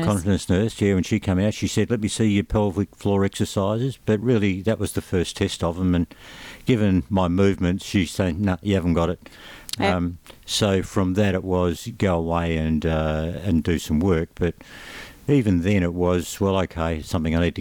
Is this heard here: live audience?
no